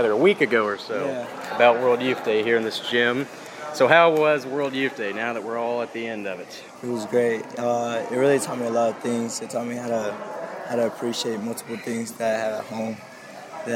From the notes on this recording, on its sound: Recorded 8 hours of talks, music, and background noise, while he was at World Youth Day 2023.